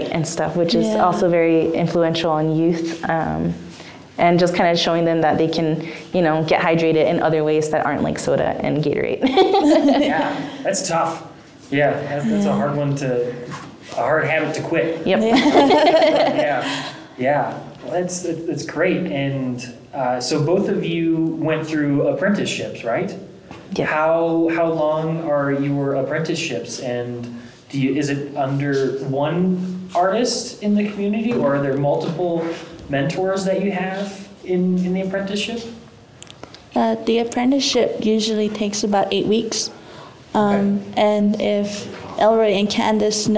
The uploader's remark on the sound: Our three beginning audience members here.